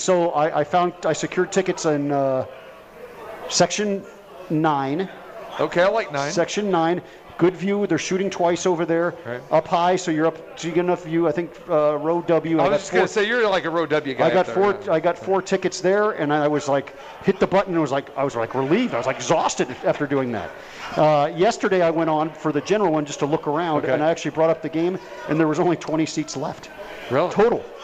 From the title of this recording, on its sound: Live at The Cosmopolitan